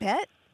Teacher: it does have that tone scoop, but I think it's more of a challenge than a question